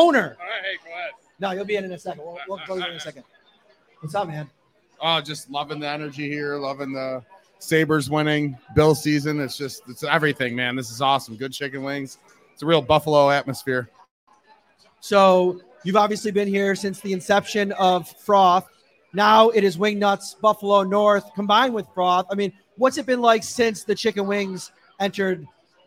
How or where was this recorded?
busy venue